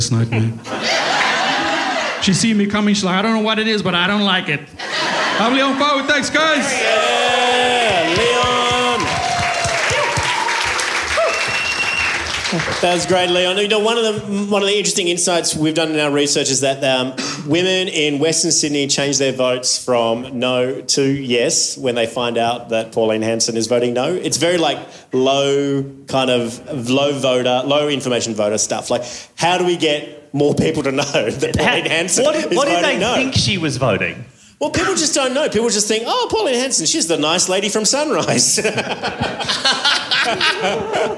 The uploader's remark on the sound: LIVE FROM WAIBEN THURSDAY ISLAND. Performed live on stage at the Thursday Island Bowls Club. The show — you’ll hear — gets more and more raucous as it goes.